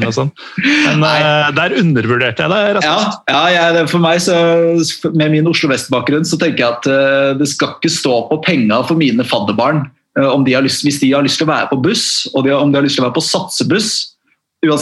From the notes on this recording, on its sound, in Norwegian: tar seg en Zoom-prat